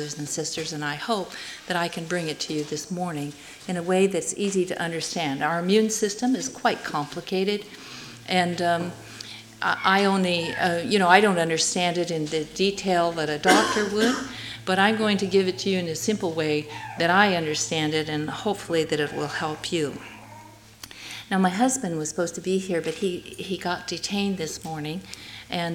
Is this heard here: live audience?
yes